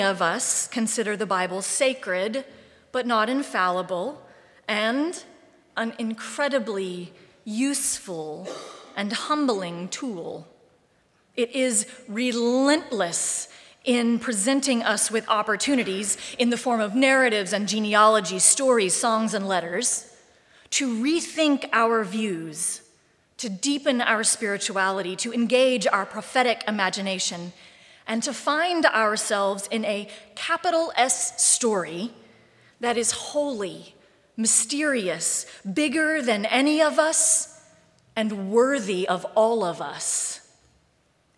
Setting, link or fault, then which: setting, large echoing room